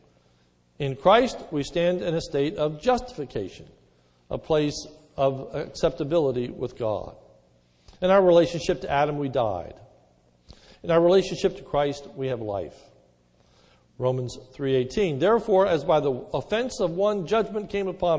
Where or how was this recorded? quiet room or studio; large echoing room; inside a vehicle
large echoing room